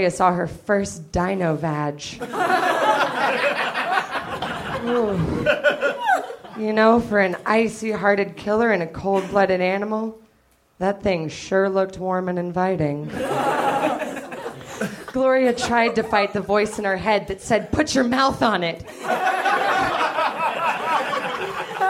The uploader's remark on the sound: Recorded at the Nerdmelt Theater, November 20, 2012.